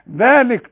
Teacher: طلعت لسانك في الذال صح كده